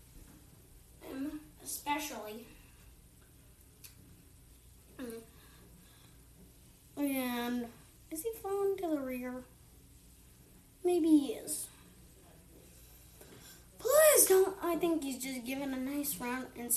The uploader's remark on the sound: This took 3 tries do to a tv malfunction with its noise level which was a bit uncomfortable.